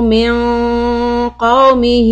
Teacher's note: In this ayah, we have a iqfa in min qawmihi. So it will be heavy quality.